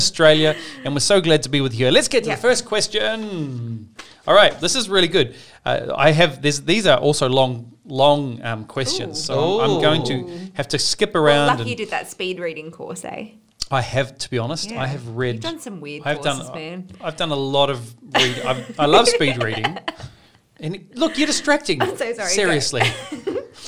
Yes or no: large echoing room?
no